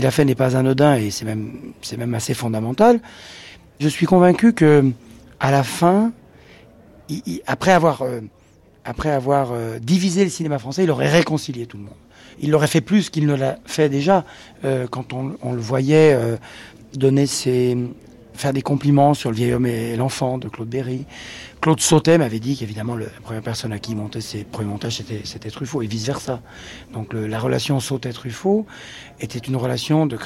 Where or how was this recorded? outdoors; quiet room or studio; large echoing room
outdoors